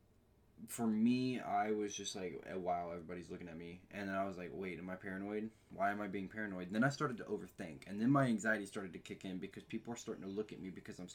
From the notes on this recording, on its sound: we are still having trouble with the audio